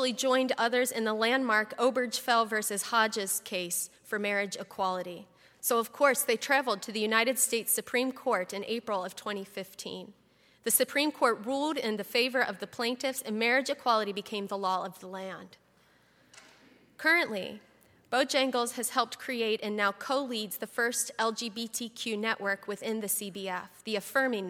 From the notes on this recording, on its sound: At Highland Baptist Church.